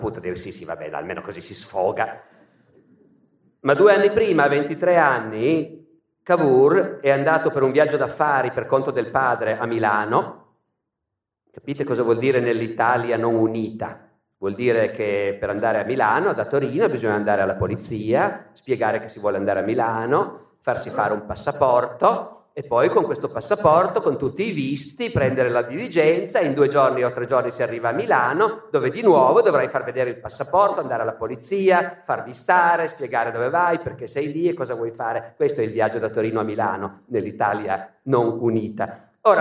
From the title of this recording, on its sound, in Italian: Teatro Nazionale di Genova, 2019